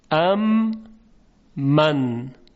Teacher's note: حرف میم ساکن اول مدغم ام و میم دوم من مدغمون فی، در همدیگه ادغام میشن · Term: ادغام مثلین